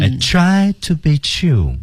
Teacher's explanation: try t d 失去爆破不发声